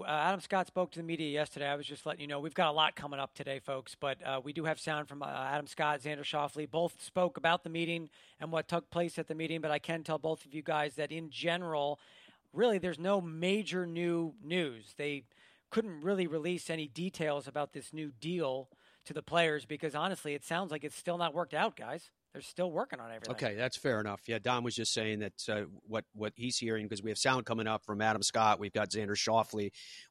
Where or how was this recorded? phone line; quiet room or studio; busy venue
busy venue